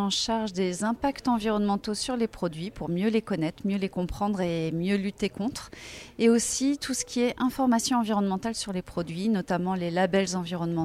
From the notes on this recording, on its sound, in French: J’ai tendu le micro de Radio P.O. Cette interview a été enregistrée le 27 mars dernier à Angers au siège de l’ADEME dans le cadre d’une Journée Portes Ouvertes à l’occasion des 30 ans de l’ADEME. Nous y avions animé un stand sur le home-organising.